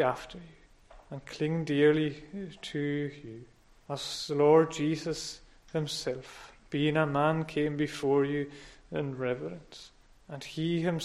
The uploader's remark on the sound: Sunday Evening Service recorded at North Harris Free Church on 10th October 2021